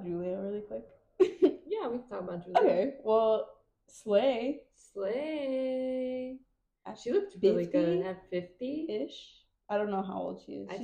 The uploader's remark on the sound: Beware of this one because there is a lot of stuttering and giggling. We are testing out our new mics so make sure to have your volume at a reasonable level.